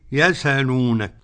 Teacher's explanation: يحذف الهمز ويضع حركة الهمز على الساكنة قبله · Term: النقل